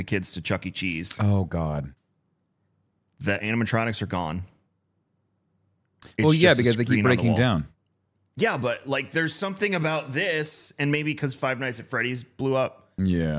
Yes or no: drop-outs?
no